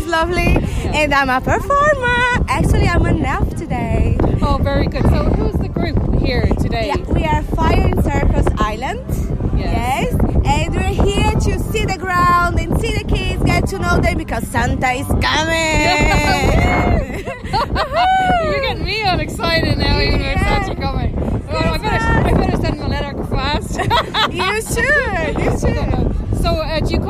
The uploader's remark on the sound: was out and about at the Roscommon Christmas Fair chatting to some of the people who turned up for the festive event.